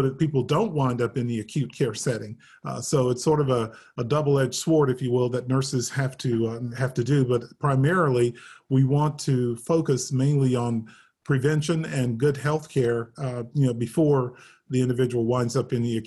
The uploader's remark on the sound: In this virtual panel discussion